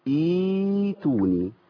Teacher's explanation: فالهمزه المكسوره تحول الهمزه الساكنه الى ياء تبقى ايه ائتوني.